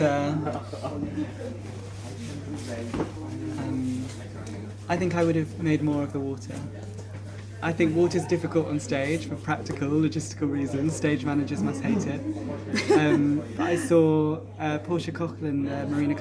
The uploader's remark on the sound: On location in London. Variation in sound quality comes from recording in public spaces or in transit.